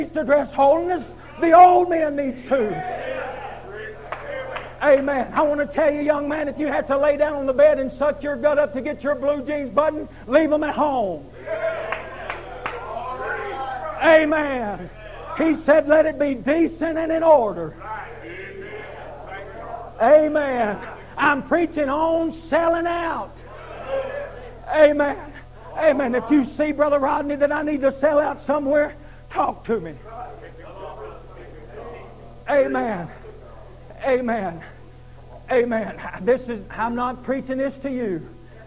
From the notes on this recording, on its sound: Preaching at Harvest Time Holiness Church in Abington, VA. Was broadcast on Echoes of Holiness Radio in 2021.